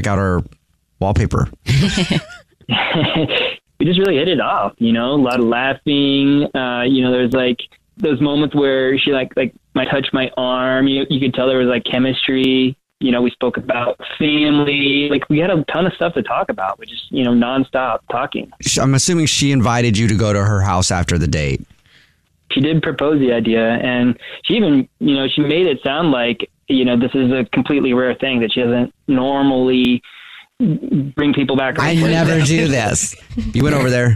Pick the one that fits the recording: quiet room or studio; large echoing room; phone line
phone line